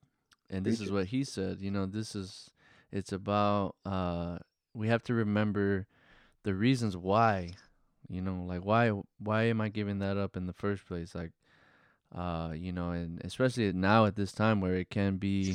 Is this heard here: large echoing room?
no